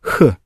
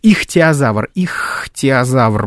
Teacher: Просто произнесите его сейчас и послушайте, как воздух поступает из трахеи, из гортани, проходит через щель между твёрдым нёбом и языком · Term: звук «х»